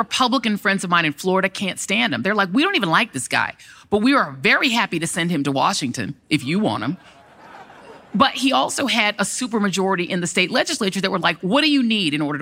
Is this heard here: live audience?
yes